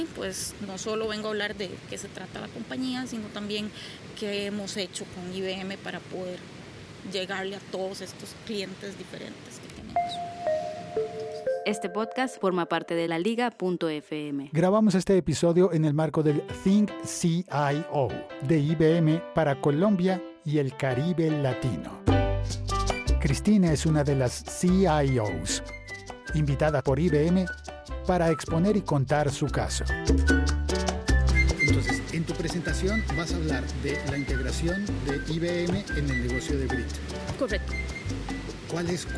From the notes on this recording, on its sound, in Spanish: Un episodio podcast grabado en una playa mexicana